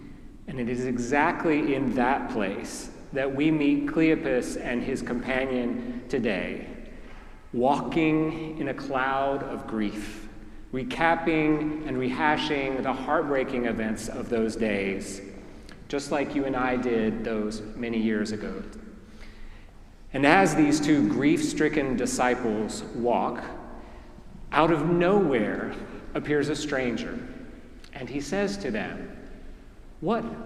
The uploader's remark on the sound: preached at our celebration of the Holy Eucharist on the Third Sunday of Easter